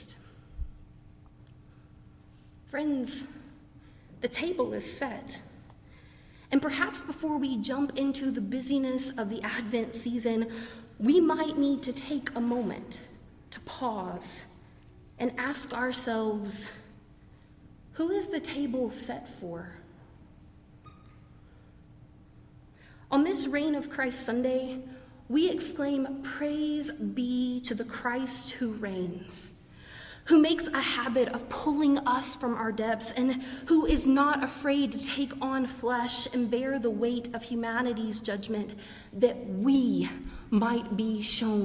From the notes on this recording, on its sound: preached during our 11:00 service on Sunday